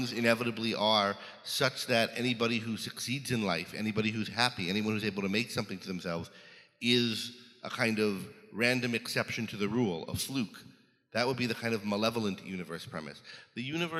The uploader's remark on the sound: Attendees take this final opportunity to pose any lingering questions the conference may have raised. Recorded live at Ayn Rand Con Europe 2023.